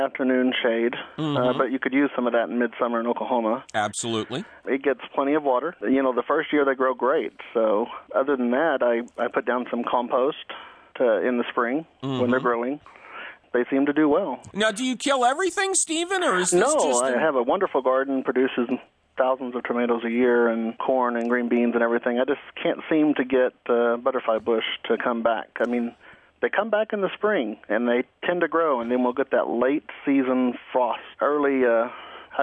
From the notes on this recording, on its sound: Publisher: WHYY-FM. As always, fabulous phone calls and chemical free answers to garden questions.